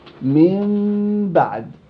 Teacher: إخفاء الميم تقليل الاعتماد على مخرج الميم. تبقى الميم.